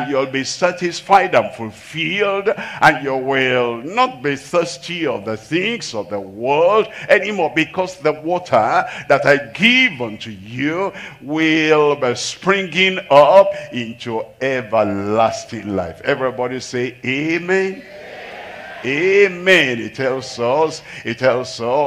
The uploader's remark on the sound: live from Asaba, Nigeria.